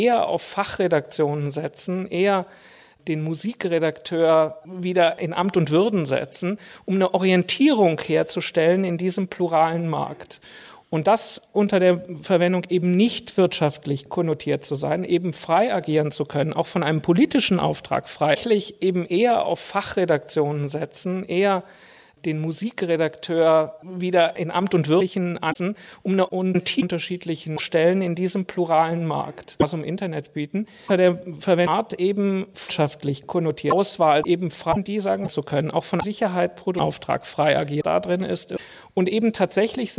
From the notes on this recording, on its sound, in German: Mitschnitt der Diskussionsrunde bei den ARD Hörspieltagen 2012